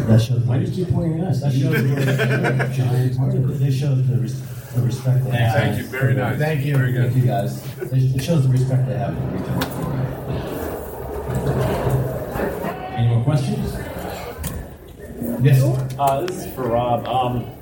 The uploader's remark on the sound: Panel at SC Comic Con 2017.